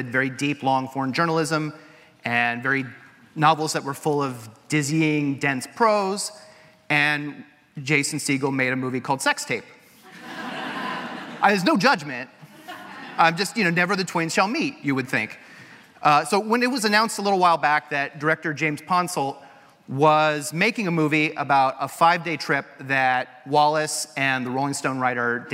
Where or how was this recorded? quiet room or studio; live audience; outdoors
live audience